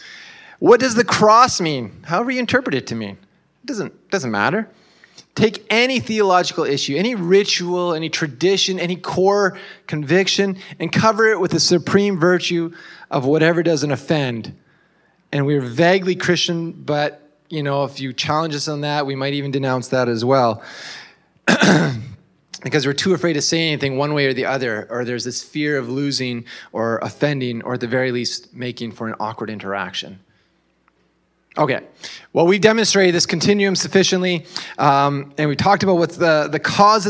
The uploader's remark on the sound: This was originally delivered at Grassroots Church on June 18, 2023.